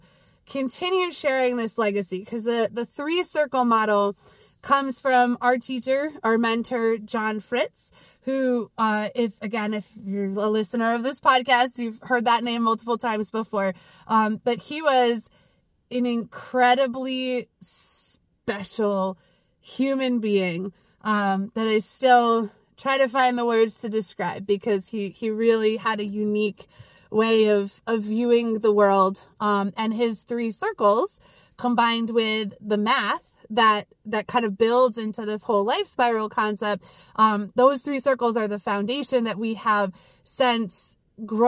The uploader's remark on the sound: Back in the car for a old school episode this week!